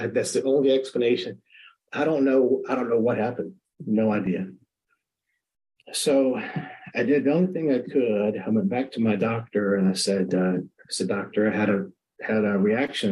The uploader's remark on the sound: at the Magical Mystery Tour zoom meeting in March of 2022